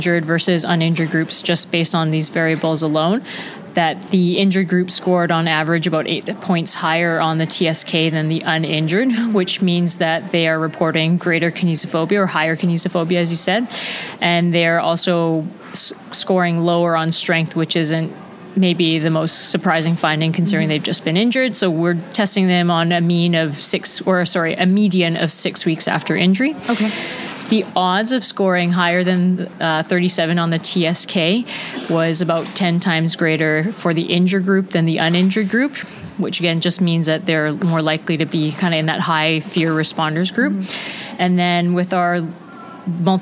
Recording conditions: busy venue